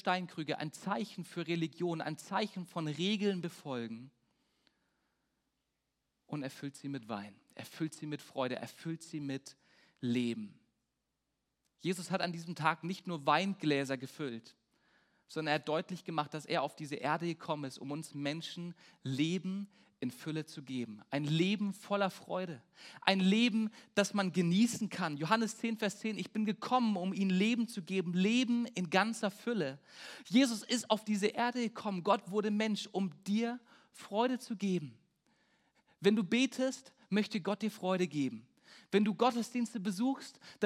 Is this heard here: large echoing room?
yes